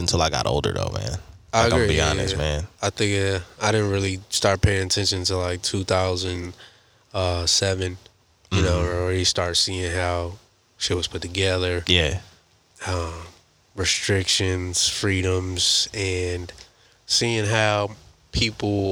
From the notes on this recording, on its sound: Take the conversation outside literally. Their special guest from the outdoors.